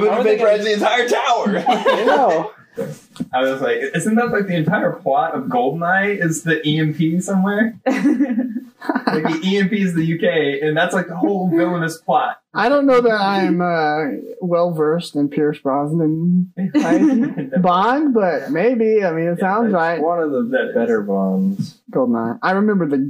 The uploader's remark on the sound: This episodes audio quality...mediocre.